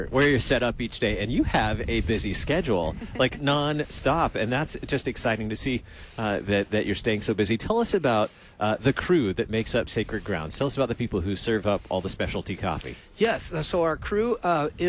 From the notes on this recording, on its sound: Please forgive some gaps in the podcast. We are thankful for the technology setup provided by the IT team that allowed us to broadcast live from the parking lot via WiFi!